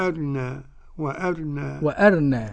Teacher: اختلاس من كسرة الراء · Term: الاختلاس